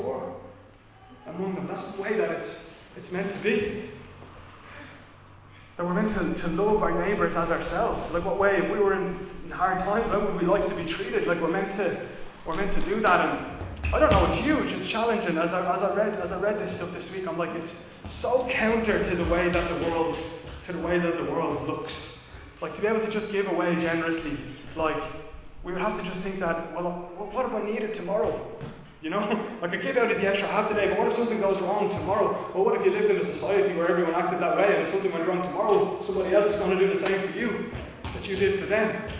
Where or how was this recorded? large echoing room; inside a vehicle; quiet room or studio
large echoing room